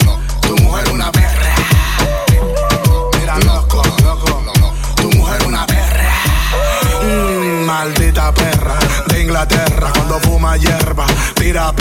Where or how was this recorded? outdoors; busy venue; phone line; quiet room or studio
busy venue